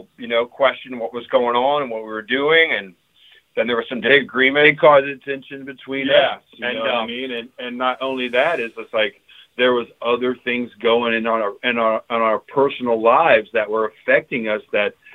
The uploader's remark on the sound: Call into the hole!